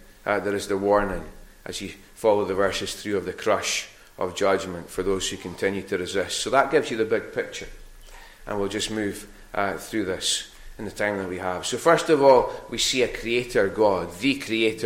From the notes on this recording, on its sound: recorded at North Harris Free Church on the morning of Sunday 8th May 2022.